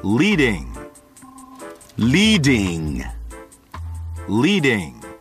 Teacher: 舌尖舔住紧贴上齿龈，气从两边流出来 · Term: 舌边辅音